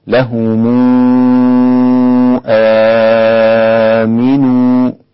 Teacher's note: ورش يضم ميم الجمع إذا جاء بعدها همزة